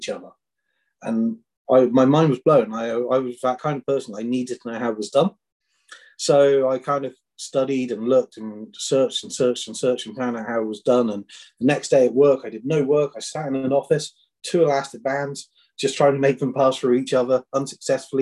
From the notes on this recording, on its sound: Original Zoom Audio. What we have here is the Zoom portion of the interview.